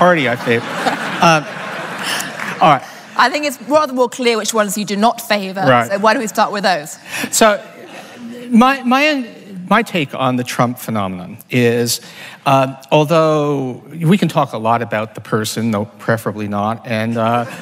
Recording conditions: live audience